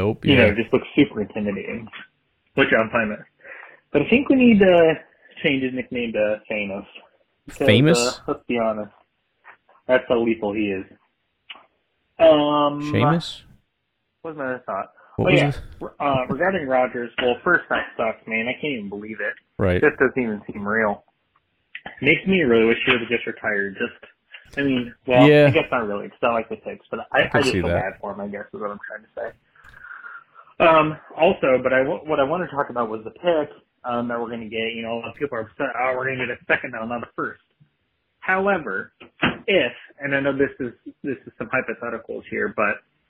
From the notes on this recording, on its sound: Packers fans call in to react to the bittersweet weekend for Green Bay.